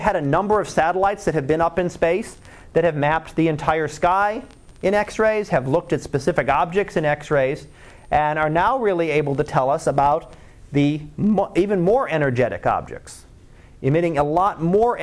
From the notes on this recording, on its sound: Live Class Lecture.